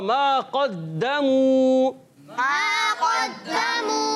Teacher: काफ को पुर पढ़ेंगे क्योंकि हुर्फे मुस्तालिया में से